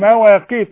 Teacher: رقق لي الميم والواو والمد كمان